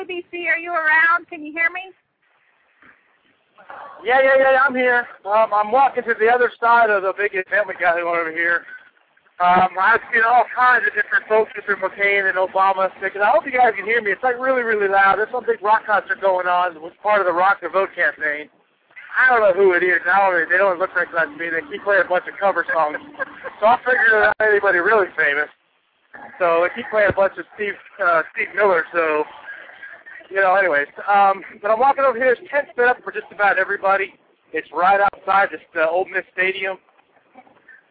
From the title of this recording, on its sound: LIVE! from the Presidential Debate - Ole Miss Campus